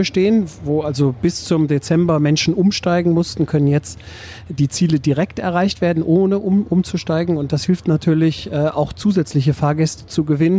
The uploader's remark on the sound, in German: Podcast aus der Straßenbahn